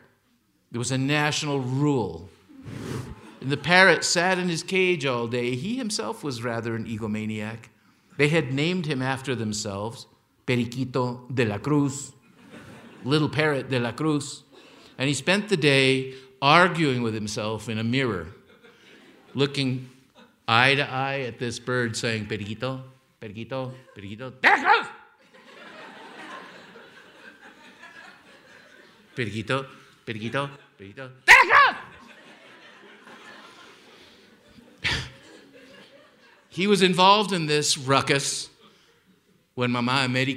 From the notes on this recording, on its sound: Held on stage in Aspen, Colorado as part of an Aspen Words lecture series. Held on stage in Aspen, Colorado as part of an Aspen Words lecture series.